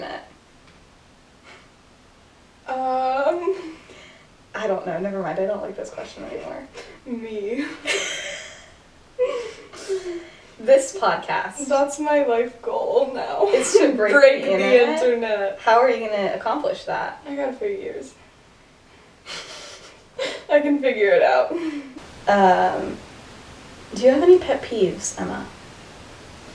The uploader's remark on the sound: Bad audio. Whoops, the audio got worse.